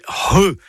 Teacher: C'est le C'H, qui sert à écrire le son RE, et donc pas CHE ni QUE, c'est RE. C'est un gros H aspiré.